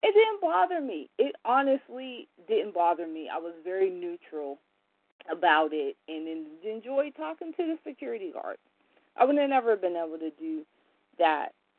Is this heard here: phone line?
yes